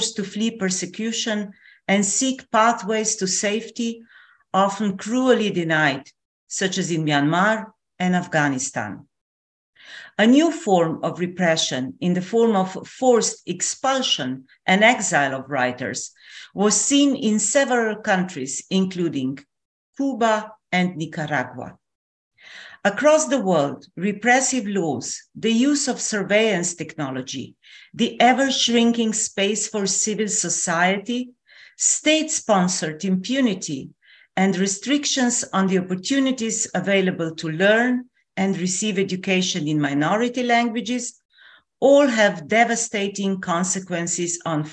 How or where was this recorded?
video call